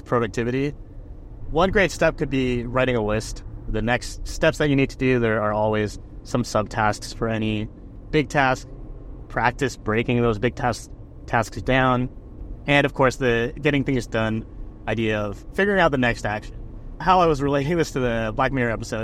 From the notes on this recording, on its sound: I recorded in the car